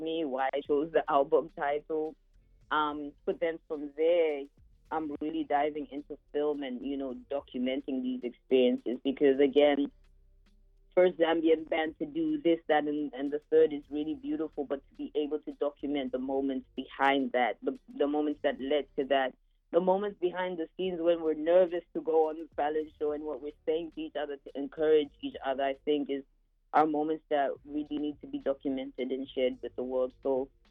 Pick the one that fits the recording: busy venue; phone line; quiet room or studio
phone line